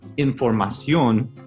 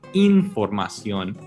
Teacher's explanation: So for example, the Spanish word for information, you wouldn't pronounce it as información, it's actually información with the E in the beginning, as opposed to the I sound · Shown in: second take